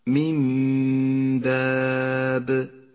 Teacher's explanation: تقلب النون الساكنة إلى ميم إذا جاء بعدها حرف الباء فتسقط النون من اللفظ، ولذلك لونت بالرمادي في مصحف التجويد إشارة إلى أنها لا تلفظ. · Term: الإقلاب